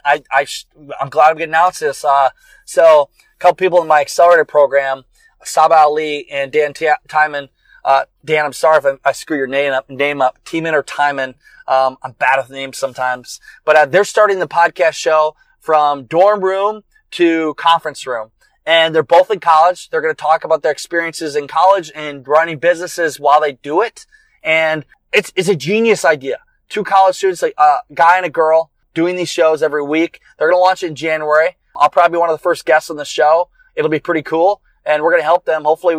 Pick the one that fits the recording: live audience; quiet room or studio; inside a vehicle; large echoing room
inside a vehicle